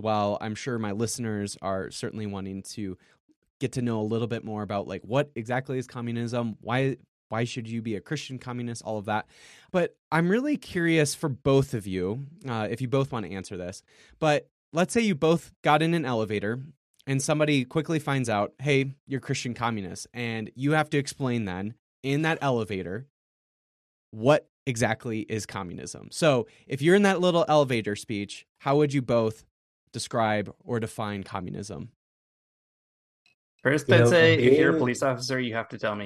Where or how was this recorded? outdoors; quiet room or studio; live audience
quiet room or studio